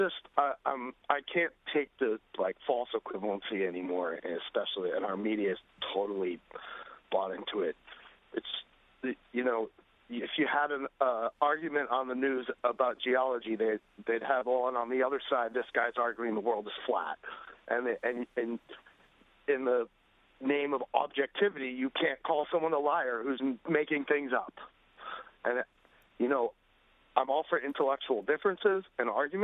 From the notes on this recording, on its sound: we invite listeners from all over to call in and talk